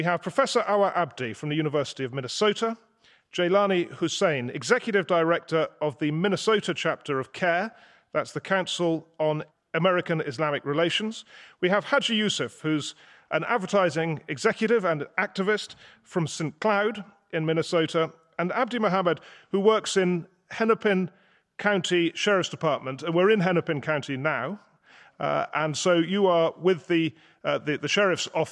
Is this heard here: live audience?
yes